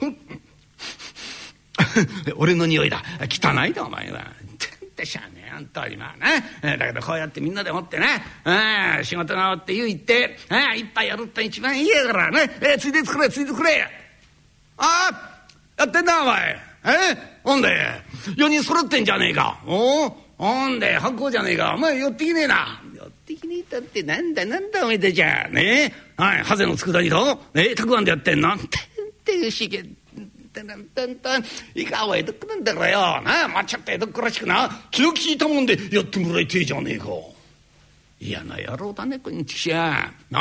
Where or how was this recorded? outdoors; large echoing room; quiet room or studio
large echoing room